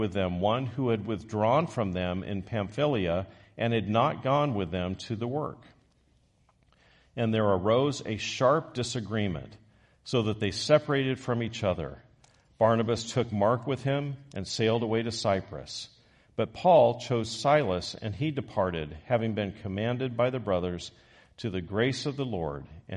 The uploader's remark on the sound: Recorded live on Sunday, March 26, 2023